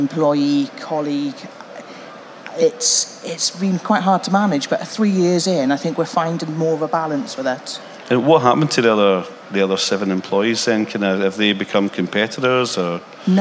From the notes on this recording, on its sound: LIVE from The Print Show 2023. Experience a live recording of the industry’s trailblazing podcast at The Print Show 2023.